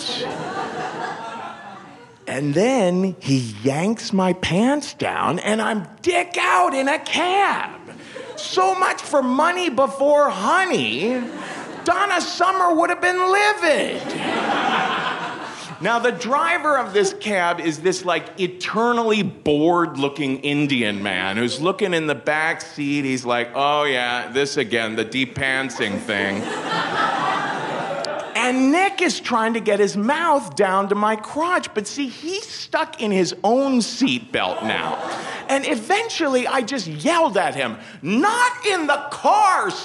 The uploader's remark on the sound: Featuring a live story. In New York City.